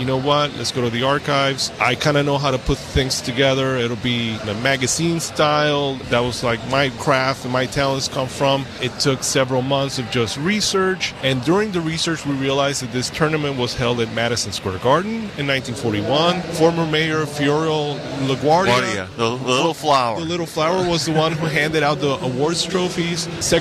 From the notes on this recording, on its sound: in a safe area within the driving course